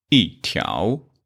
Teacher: Because 条 is second tone. So this 一 changed to fourth tone.